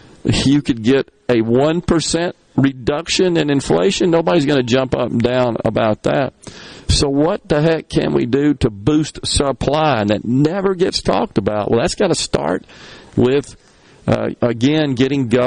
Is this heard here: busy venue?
yes